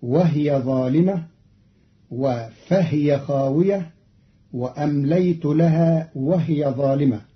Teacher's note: قرأ قالون الكلمات وهي وفهي وهي في الجمل السابقة بإسكان الهاء